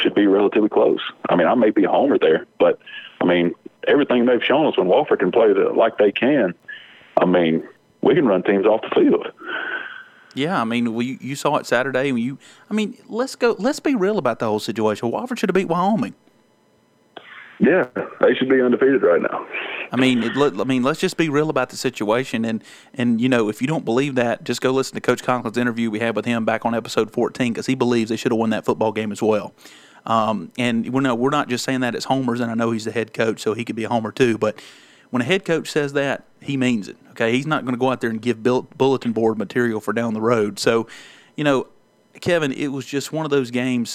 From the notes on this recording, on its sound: Solo in the recording process at home. On the phone line.